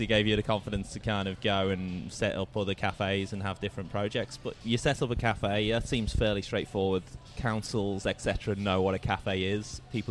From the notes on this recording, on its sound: Burnley Brewing based in Bridge Road, Richmond. The episode was recorded at the brewpub.